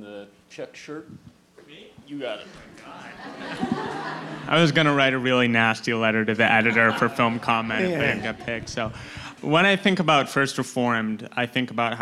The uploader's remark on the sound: The actor-writer-filmmaker was in prime raconteur mode, in front of an enthused audience.